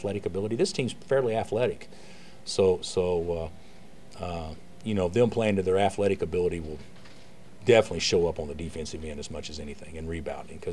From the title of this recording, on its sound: Press Conferences & Post-Game Interviews